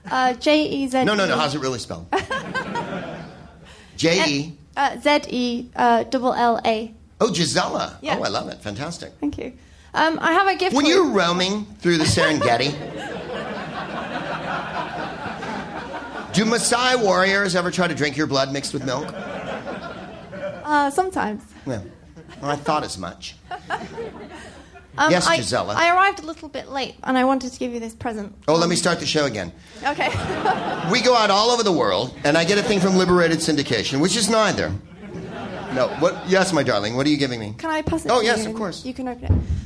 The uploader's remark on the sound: Live from the Soho Theatre in London